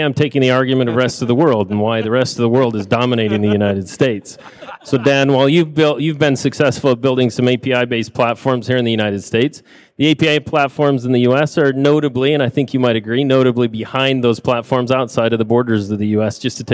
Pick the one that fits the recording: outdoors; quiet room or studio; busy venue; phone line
busy venue